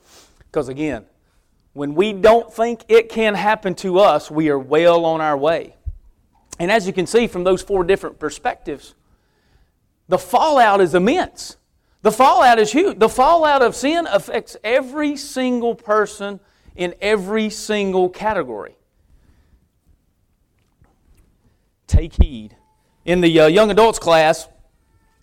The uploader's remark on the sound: preaching at Victory Way Baptist Church